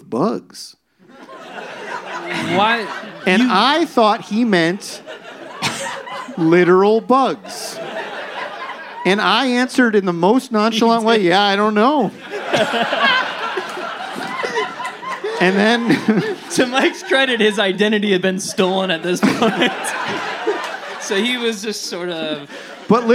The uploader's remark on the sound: Recorded live at Dynasty Typewriter.